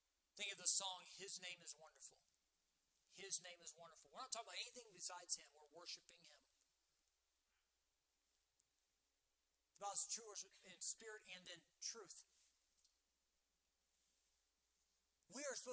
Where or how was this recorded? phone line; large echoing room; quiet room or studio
large echoing room